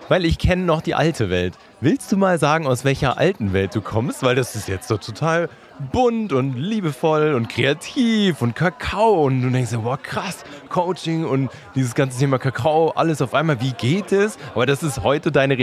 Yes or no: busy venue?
yes